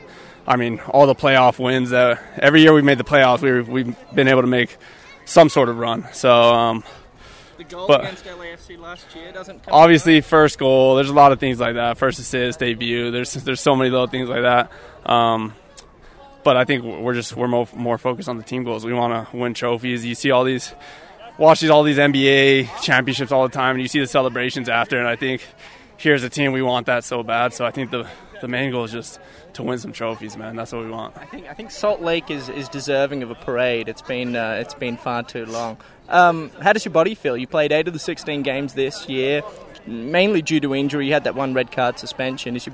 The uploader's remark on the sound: live from RSL practice 06/24/22